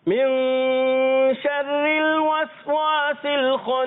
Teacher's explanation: وسواس میں سین کلیئر کریں گے سیٹی کے ساتھ